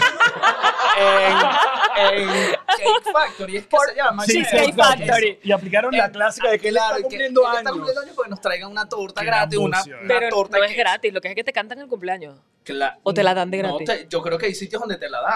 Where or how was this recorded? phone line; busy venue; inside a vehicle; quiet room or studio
busy venue